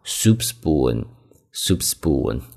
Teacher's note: 注意这个单词读作 spoon，s 后面的 p 读 b，这是一个清辅音浊化